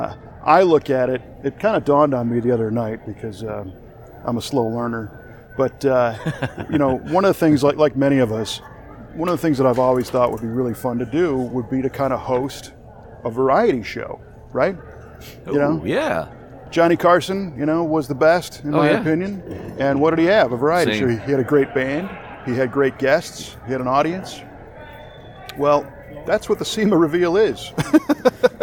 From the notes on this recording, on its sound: This was recorded in the Grand Lobby of the Las Vegas Convention Center a couple days before show opening. Chat before the opening of the 2019 SEMA Show in Las Vegas. Yes, people asked him where the restroom is.